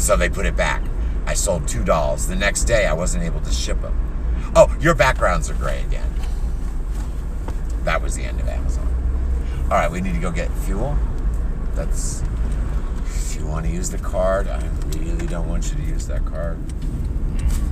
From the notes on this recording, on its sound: Chat in Car.